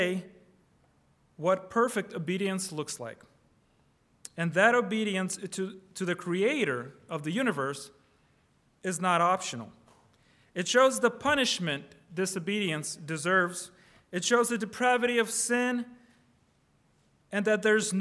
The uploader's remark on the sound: Preached on August 13, 2023 (Evening) at Trinity Presbyterian Church ( Evangel Presbytery ) in Spartanburg, SC. Preached on August 13, 2023 (Evening) at Trinity Presbyterian Church ( Evangel Presbytery ) in Spartanburg, SC.